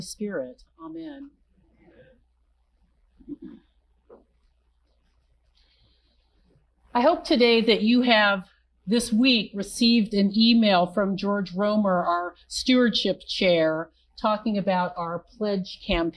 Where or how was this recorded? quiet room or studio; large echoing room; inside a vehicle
large echoing room